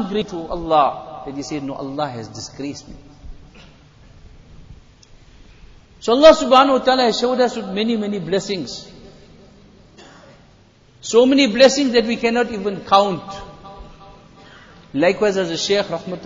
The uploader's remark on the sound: Jumuah Lecture at Masjid E Noor.